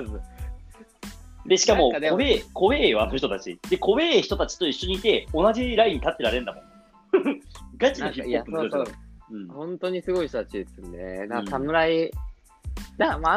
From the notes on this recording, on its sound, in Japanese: リモート収録